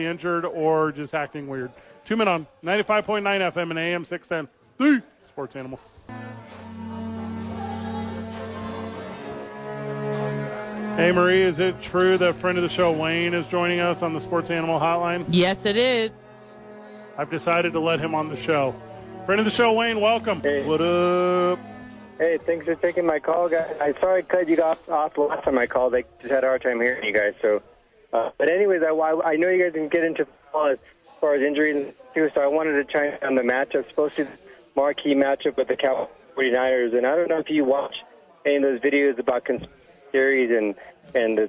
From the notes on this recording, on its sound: live from Safe House!